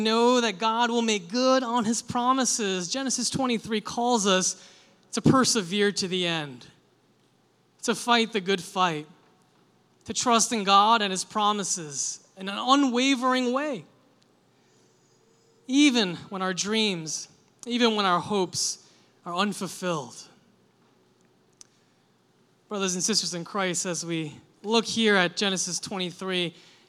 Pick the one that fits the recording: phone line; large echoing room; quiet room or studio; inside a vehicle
large echoing room